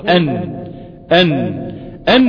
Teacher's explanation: طرف اللسان هو مع ما فوق أصول الثنايا وليس في أصول الثنايا نفسها · Term: النون